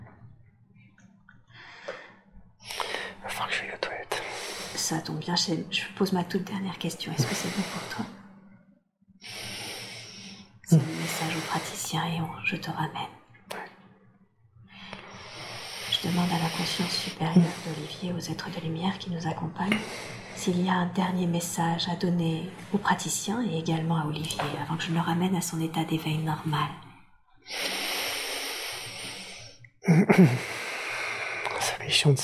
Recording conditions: sounds in the background